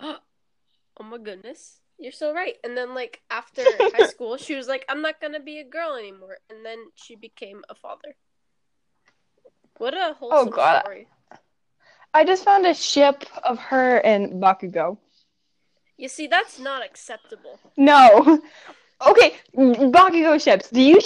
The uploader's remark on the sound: HUGE EAR RAPE WARNING!!!! Sorry for crappy audio.